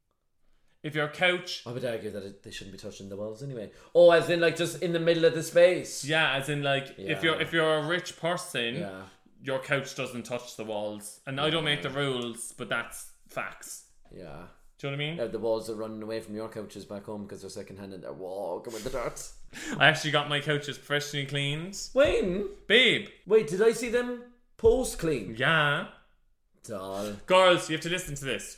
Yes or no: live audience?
no